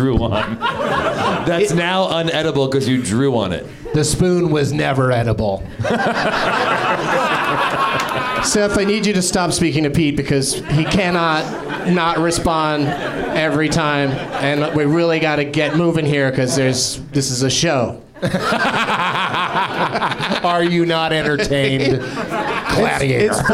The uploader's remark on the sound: Live from the NerdMelt Showroom in LA